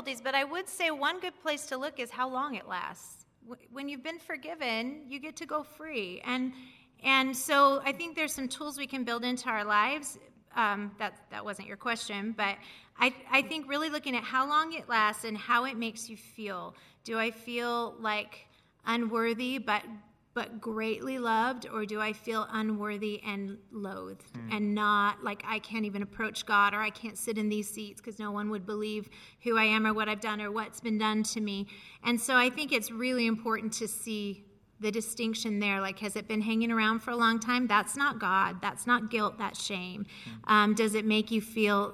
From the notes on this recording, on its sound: Live at Westside Church. 4 part live series.